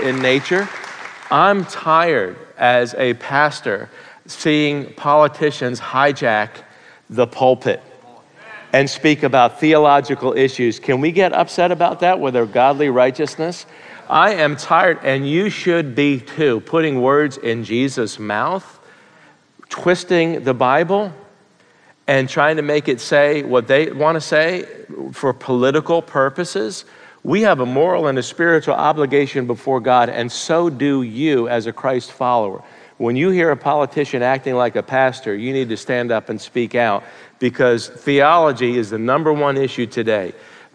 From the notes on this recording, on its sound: Live & Unscripted. Questions were texted in by the congregation and answered LIVE!